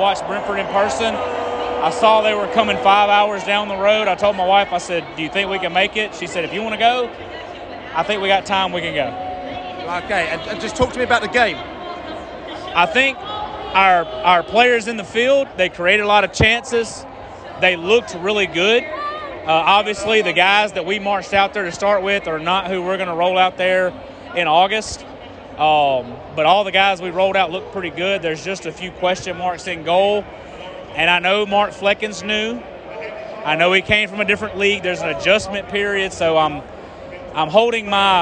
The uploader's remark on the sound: Post Match Podcast from the Atlanta Dome